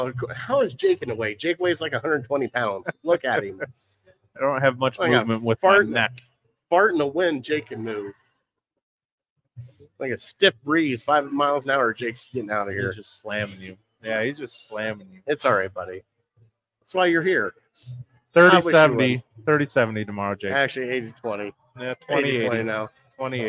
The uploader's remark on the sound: Live At Gino's.